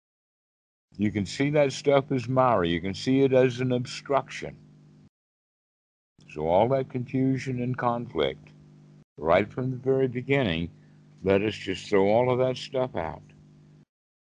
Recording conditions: video call